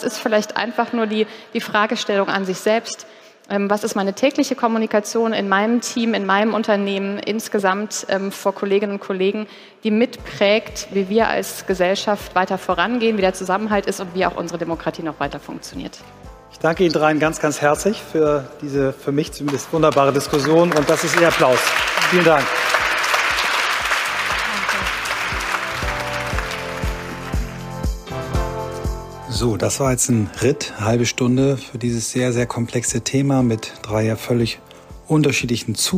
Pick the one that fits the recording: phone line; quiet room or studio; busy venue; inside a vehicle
busy venue